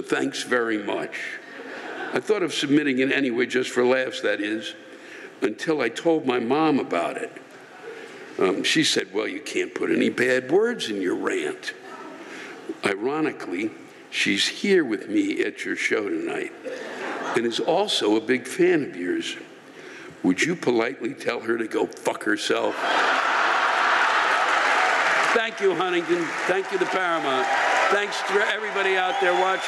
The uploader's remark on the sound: The live rants come from the show in Huntington NY on April 3, 2020.